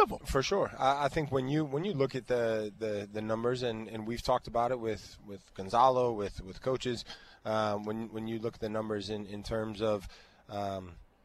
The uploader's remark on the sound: LIVE from Mercedes-Benz Stadium